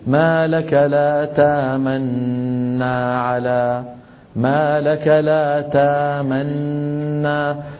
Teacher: فيأتي بنون مشددة لا روم ولا إشمام معها. هذا المحض، المحض يعني المجرد. · Term: الإدغام المحض